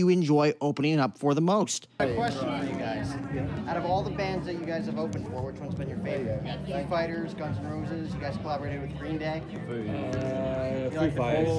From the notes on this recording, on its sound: Day 3 coverage of Innings Festival 2020 from Tempe Beach Park, Arizona